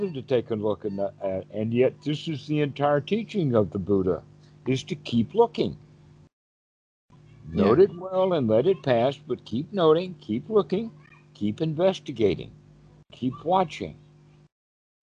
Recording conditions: video call